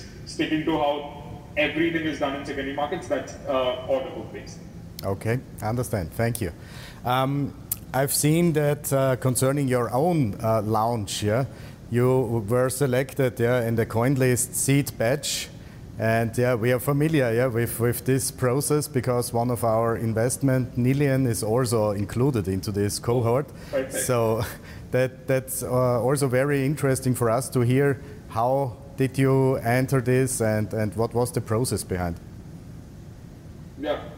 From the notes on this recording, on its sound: joining in live from the marbella IRL Event